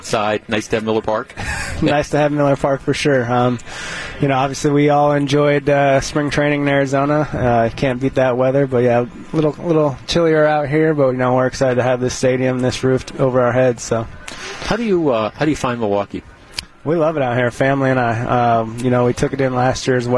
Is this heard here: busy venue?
yes